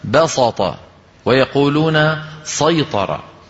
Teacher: بعض القبائل العربية كانوا يفخمون هذه السين بسبب الطاء التي بعدها، فيقولون بسطة ويقولون سيطرة.